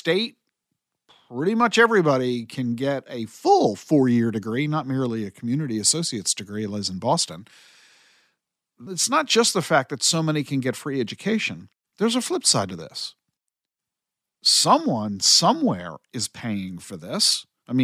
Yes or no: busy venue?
no